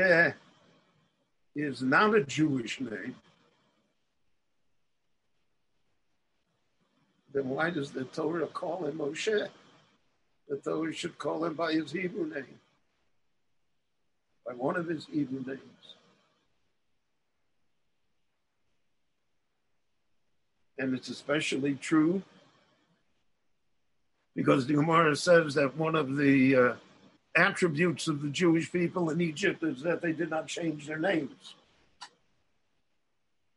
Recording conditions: video call